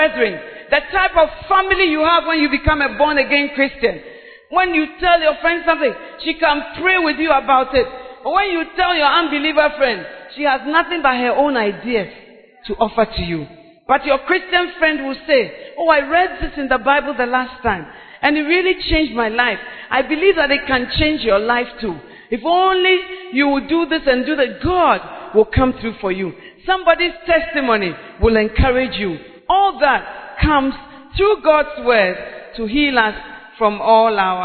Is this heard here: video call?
no